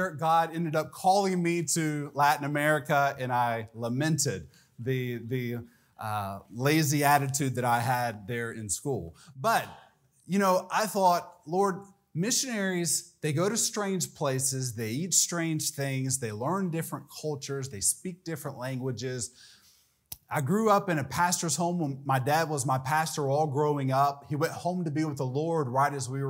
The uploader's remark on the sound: This message was delivered during Missions Month on October 1, 2023 during the evening service.